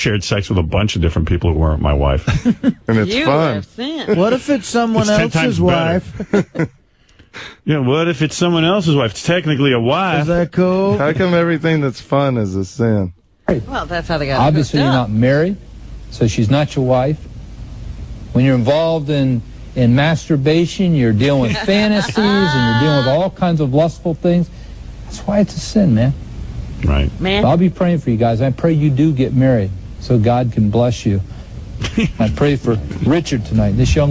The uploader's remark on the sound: Prank Phone Calls